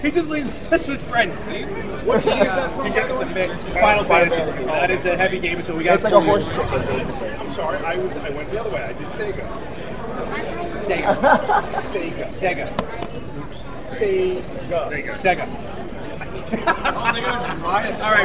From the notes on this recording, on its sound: Recorded LIVE at the Long Island Retro Gaming Expo 2019 at the Cradle of Aviation Museum in Garden City, NY. After having a disaster of a time with recording this special edition, losing the audio was rough. The audio was completely lost.